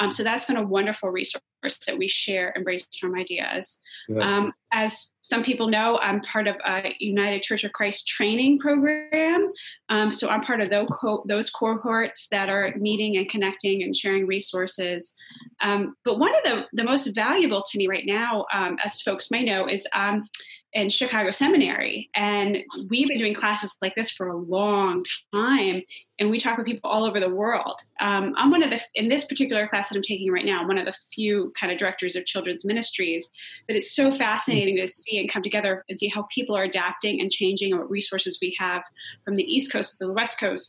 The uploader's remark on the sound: Today were are joined via Zoom by Director of Children's Ministries.